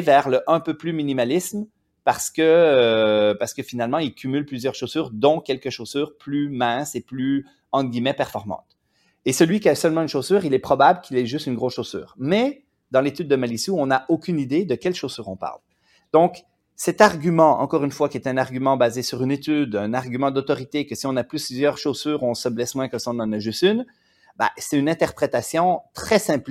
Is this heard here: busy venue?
no